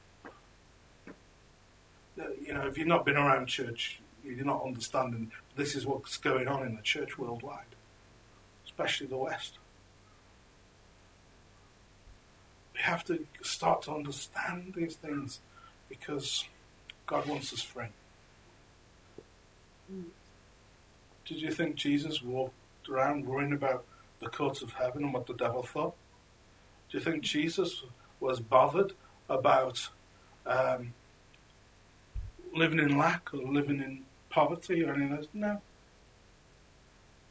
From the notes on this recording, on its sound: This message was preached at Encounter Revival Centre Church in Crewe, England.